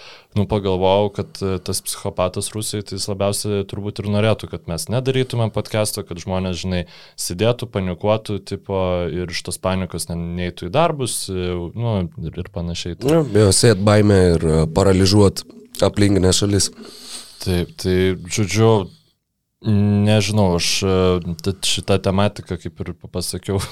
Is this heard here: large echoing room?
no